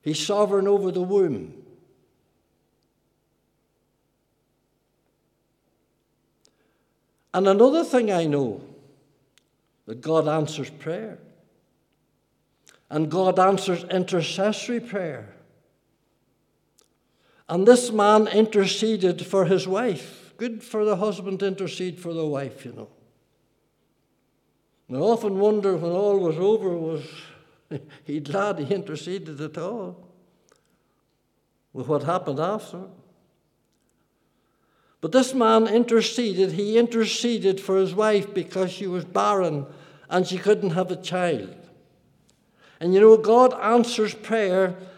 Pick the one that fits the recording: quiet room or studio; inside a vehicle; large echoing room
large echoing room